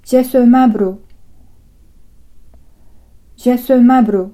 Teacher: この区切りの音素、うは、他の5つの母音の中間的な音になりますが、特別弱く発音してはいけません。他の母音と同じ程度の強さで発音してください。どうしてかというと、ロジバンでは連続する子音の発音が苦手な話し手のために、そういう子音の間に弱くて曖昧な母音を入れることを許しているからです。こういう母音を緩衝音というのですが、緩衝音を入れるところは、ロジバンの音素の並び方の規則としては区切らない場所ですから、区切りの音素、うとただの緩衝音とをはっきり区別して発音する必要があるのです。この区別を曖昧にして発音すると、単語の区切りを間違えられる恐れがあります。例えば、先ほどのジェスマブル、ハリネズミという意味の単語ですが、この区切りの音素、うを弱く発音してしまうと、ジェスマブル